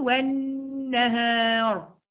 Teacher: نون مشدده بالفتح، ومعايا هنا غنه مقدارها حركتين